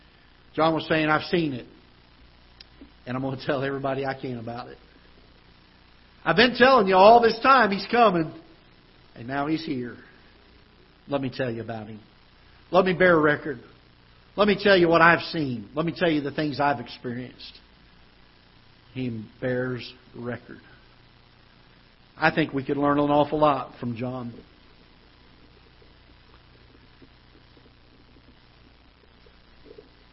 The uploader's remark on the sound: Ketha Heights Baptist Church ~ Live Broadcast